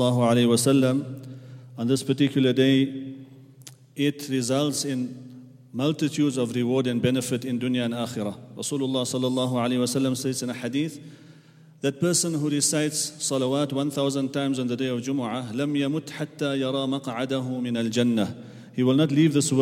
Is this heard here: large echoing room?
yes